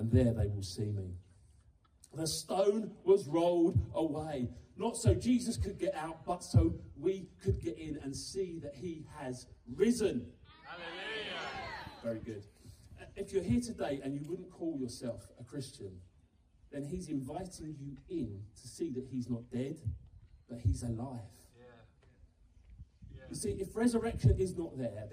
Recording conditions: outdoors